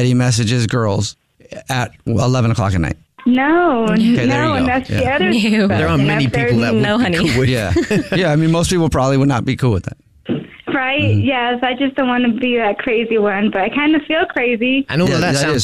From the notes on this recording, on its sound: Today there is a caller on the phone